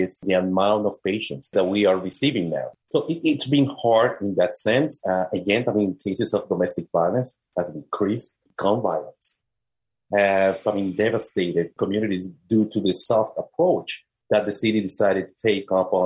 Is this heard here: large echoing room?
no